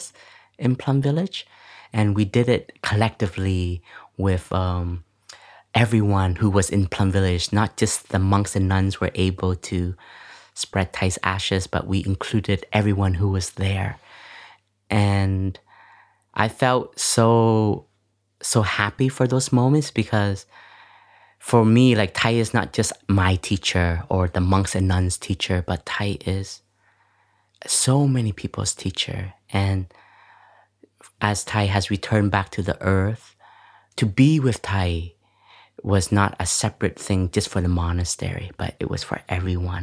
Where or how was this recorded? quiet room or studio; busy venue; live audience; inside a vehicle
quiet room or studio